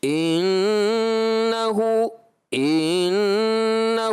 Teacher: حمزہ کی جو حرکت ہے کھنچ گئی غنہ کرنے کی آپ جب کوشش کر رہے تھے جیسے انہ انہ ایسے نہیں ہوگا اس میں حرکت غیر محسوس